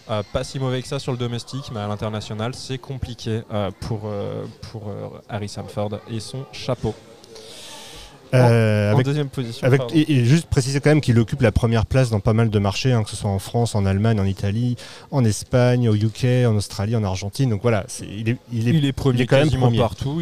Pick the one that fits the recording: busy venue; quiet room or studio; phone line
busy venue